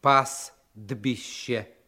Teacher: здесь не произносится согласный «т» · Term: непроизносимые согласные